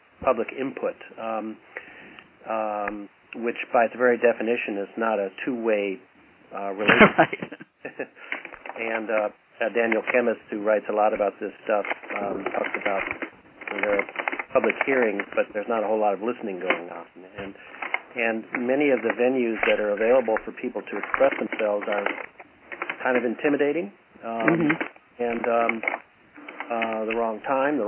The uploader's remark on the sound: Call recorded on December 8, 2011.